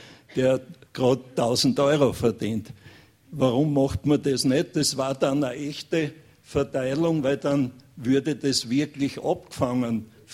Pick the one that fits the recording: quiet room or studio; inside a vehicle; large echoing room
large echoing room